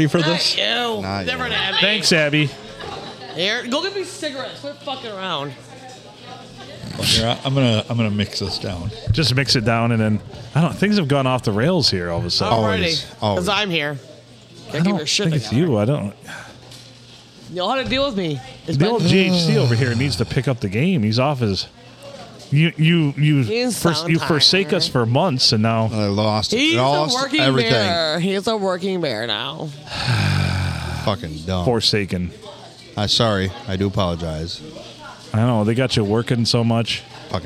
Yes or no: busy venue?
yes